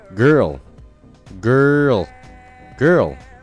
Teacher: 中间的这个元音是一个卷舌音，就是读了一个儿